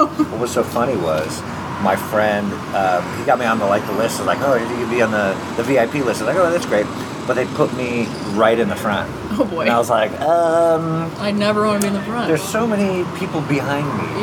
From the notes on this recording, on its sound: Over grilled cheese and tomato soup at Fred 62 in Echo Park.